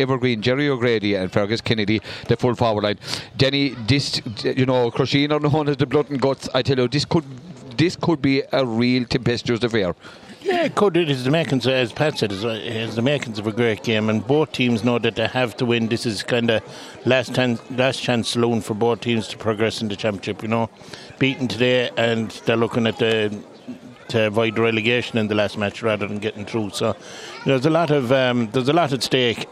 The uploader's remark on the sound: Crusheen vs O’Callaghans Mills. Outside broadcast.